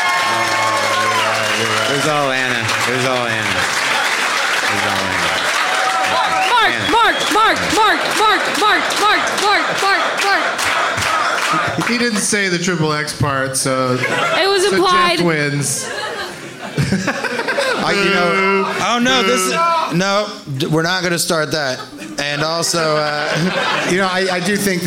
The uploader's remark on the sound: Live from Comedy on State in Madison.